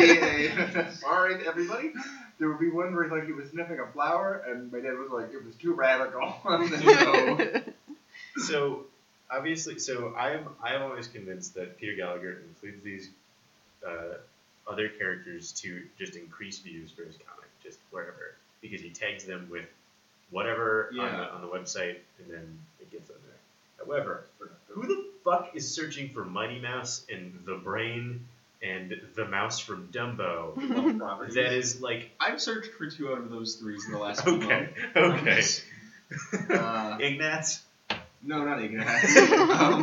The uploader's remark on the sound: Slightly different sound quality this week as we work with new equipment